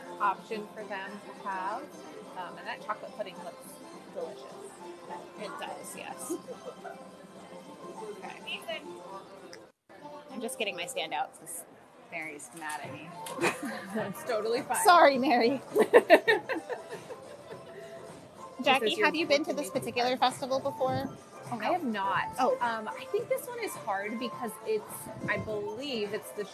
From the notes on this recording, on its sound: we go LIVE on location at Epcot for this artistic festival